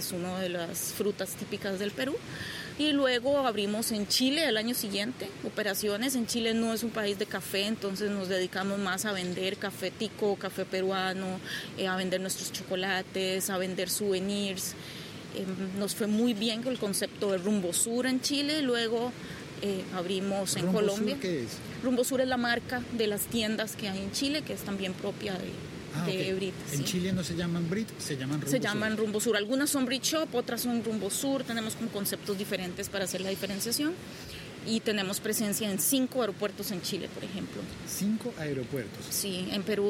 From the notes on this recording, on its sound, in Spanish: Un episodio podcast grabado en una playa mexicana, con una costaricense y un colombiano conversando.